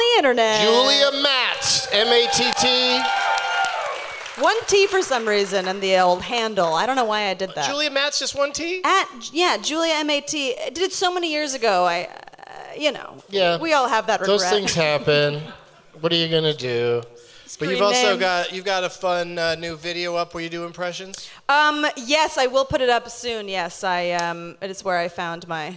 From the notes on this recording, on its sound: Live from the Gramercy Theatre in New York City